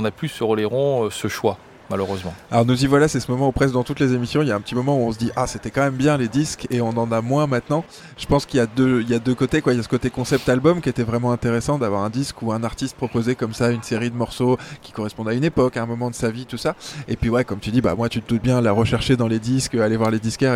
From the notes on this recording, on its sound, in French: Enregistré cette fois sur la plage de la Boirie à St Denis d'Oléron. La Buvette de la Plage, une institution du nord de l'île.